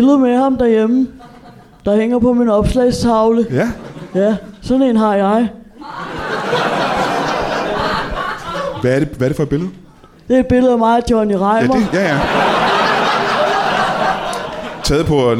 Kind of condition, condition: setting, live audience